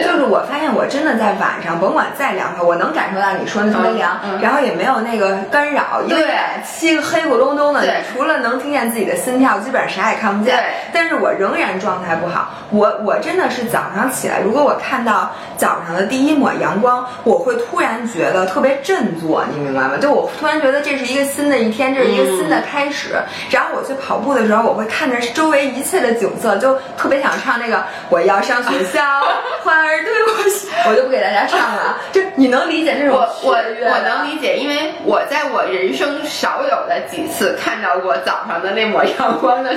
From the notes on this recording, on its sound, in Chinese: 对不起这期我们没录上。想把录音笔设置重新调整一下，结果，特么因为事先按了太多按钮，结果忘记按录音键，导致这期特么没录上。还好我们录了视频，但是从里面扒下来的音质就很差。